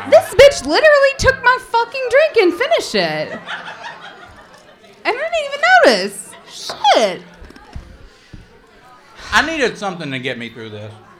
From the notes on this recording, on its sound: Live at Dangerously Delicious Pies. We're SO excited about our FIRST EVER live show that we're sharing it with all our listeners.